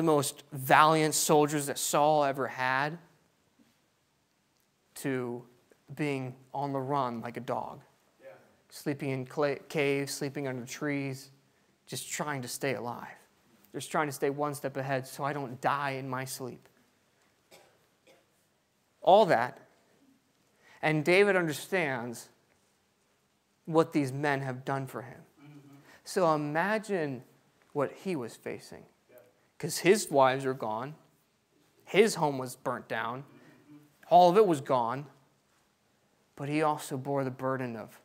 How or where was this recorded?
large echoing room